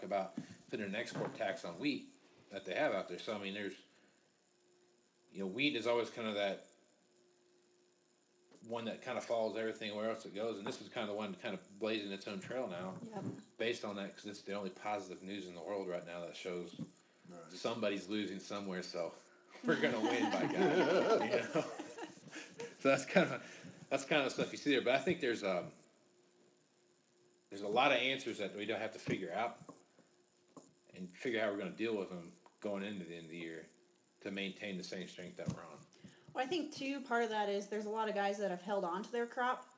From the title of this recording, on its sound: Moving Iron Podcast #97 - Live Show